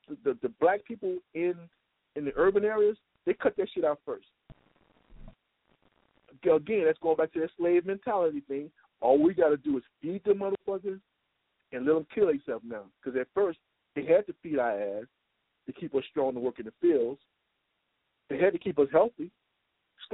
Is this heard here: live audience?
no